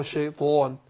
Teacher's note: يبقى أنا فخمت الطاء وفخمت الألف تبعها · Term: تفخيما